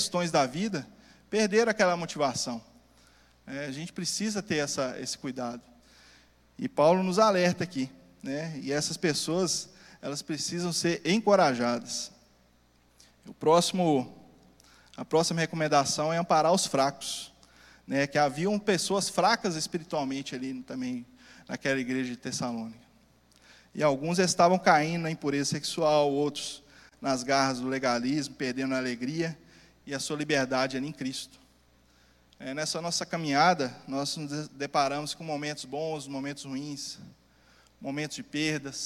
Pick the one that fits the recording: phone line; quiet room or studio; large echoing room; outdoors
large echoing room